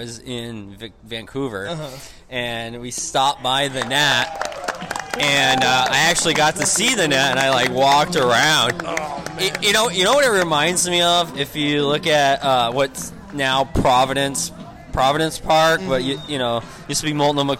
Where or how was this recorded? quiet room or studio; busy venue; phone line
busy venue